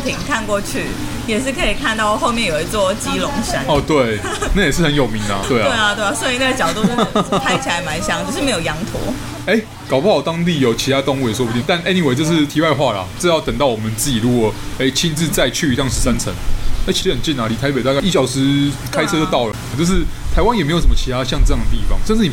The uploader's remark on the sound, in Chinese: 錄音地點： 瑞麟美而美大直店